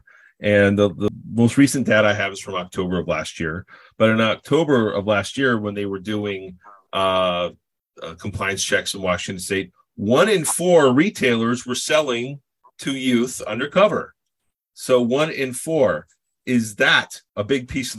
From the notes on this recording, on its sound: This episode was recorded August 24, 2022 before a live-virtual audience